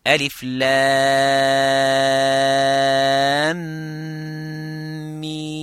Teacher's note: So when this meem meets meem, it makes that idgham. So you say, alif lam meem.